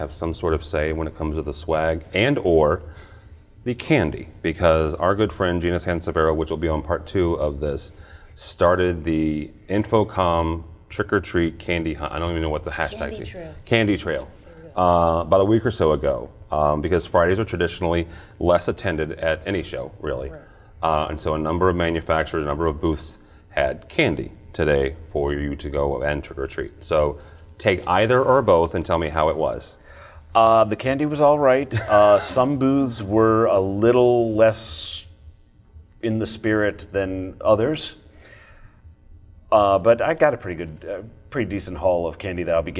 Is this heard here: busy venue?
yes